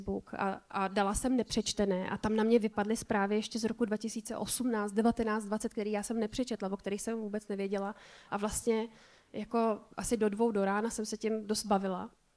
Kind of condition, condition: setting, live audience